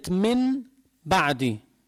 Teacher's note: النون الساكنة والتنوين إذا إجا بعد باء تقلب النون الساكنة والتنوين ميما مخفاة في اللفظ من غير إدغام وتشديد، من غير إدغام وتشديد، على أن فيه غنة، بتبقى الغنة موجودة ومقدارها حركتين. · Term: الإقلاب